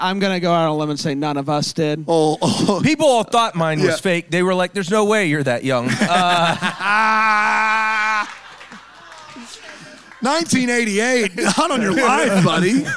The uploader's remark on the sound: LIVE from Bramble Fest. The first ever LIVE Deck the Lifetime Uncorked.